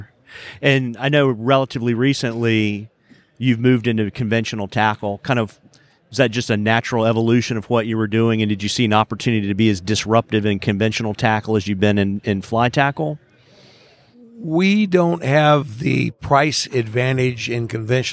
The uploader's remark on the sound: From Day Two of the Virginia Fly Fishing & Wine Festival